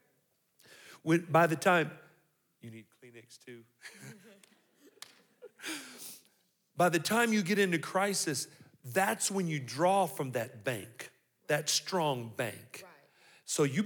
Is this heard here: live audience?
yes